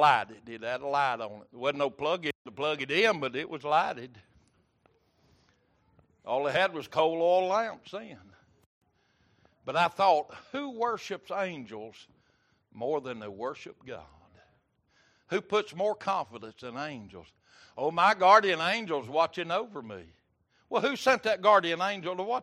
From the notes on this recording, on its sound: Wednesday Evening Service